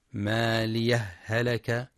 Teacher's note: وما بين كلمتي مالية وهلك من قوله تعالى ما أغنى عني مالية هلك عني سلطانية، يجوز لحفص في حال وصل الآيتين السكت على حرف الهاء من كلمة مالية ثم الابتداء بهلك مع إظهار حرفي الهاء، ويجوز أيضا عدم السكت وإدغام الهاءين إدغاما متماثلا فتصبحان هاء واحدة مشددة مالية هلك، والسكت مقدم في الأداء حال الوصل هكذا ما أغنى عني مالية هلك عني سلطانية، السكت بدون تنفس.